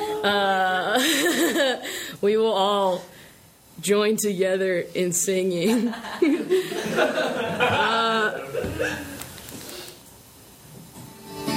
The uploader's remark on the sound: In front of an audience of friends, past guests, and fellow contributors to this incredible live celebration. Before a backdrop of an early edition of the Ron Swanson Pyramid of Greatness.